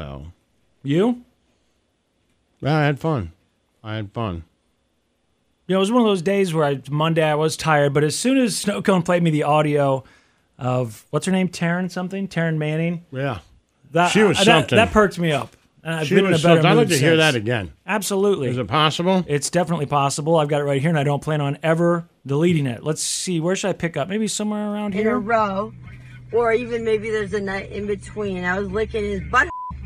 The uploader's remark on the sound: ON THE PHONE!